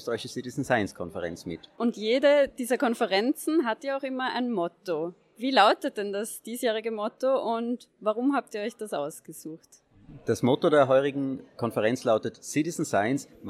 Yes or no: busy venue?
yes